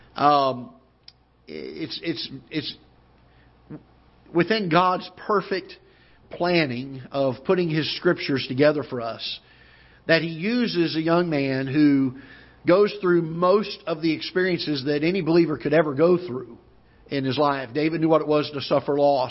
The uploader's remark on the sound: Ketha Heights Baptist Church ~ Live Broadcast.